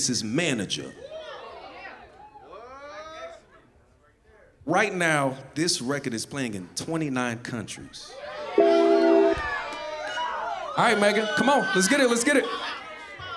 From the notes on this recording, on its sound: Live performance recorded at Square Cat Vinyl during Chreece 5 in August of 2019. Live performance recorded at Square Cat Vinyl during Chreece 5 in August of 2019.